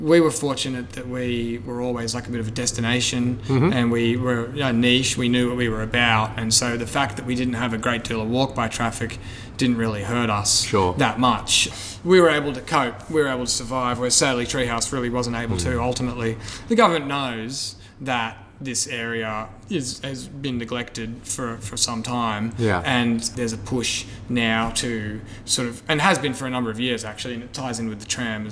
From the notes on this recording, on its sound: Recorded inside 1Up